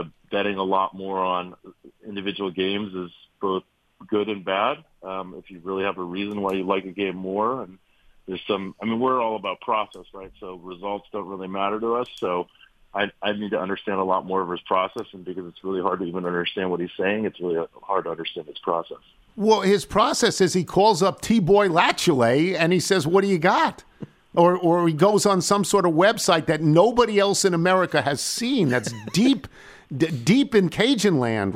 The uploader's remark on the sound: call in with their weekend picks